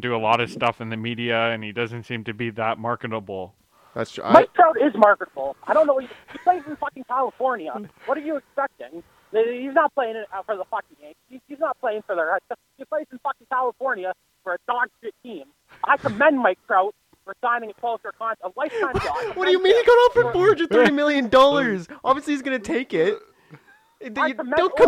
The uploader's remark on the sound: a phone interview